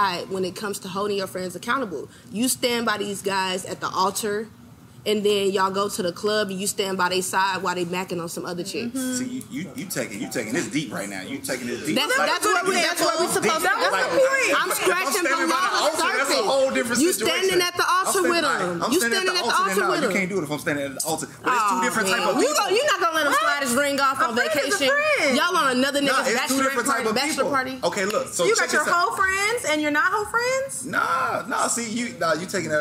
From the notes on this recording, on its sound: Venue: Bar 2200 - Houston, Texas